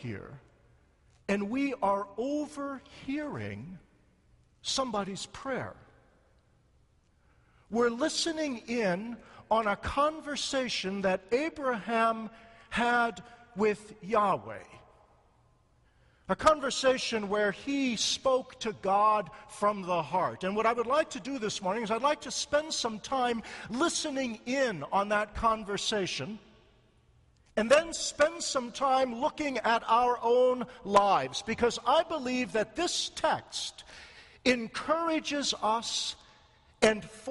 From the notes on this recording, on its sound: a sermon preached in the Concordia Seminary Chapel